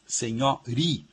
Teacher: a sílaba tônica de senhorinha, a sílaba mais forte é ri, senhori. E a sílaba anterior, que é a sílaba tônica da primitiva, que é senhora, né? · a sílaba nho, na palavra senhorinha, é a sílaba subtônica